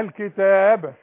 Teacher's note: الكتاب إذا وقفت يعني لازم نقلقل الباء · Term: قلقلة